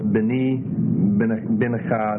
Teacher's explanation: These two nouns are similar in the singular before suffixes in that the stem vowel is reduced to shua.